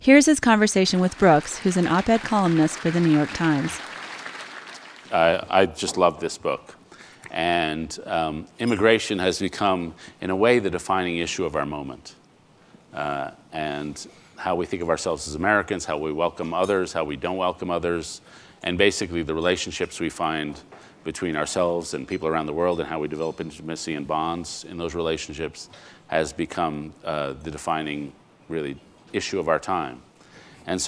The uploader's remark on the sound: from the Aspen Ideas Festival.